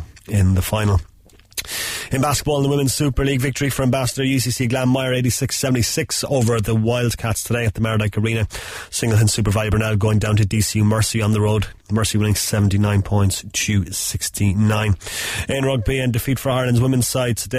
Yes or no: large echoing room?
no